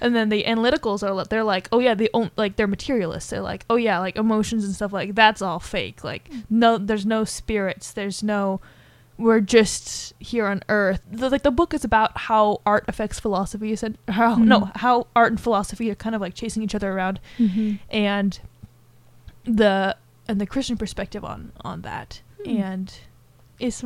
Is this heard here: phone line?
no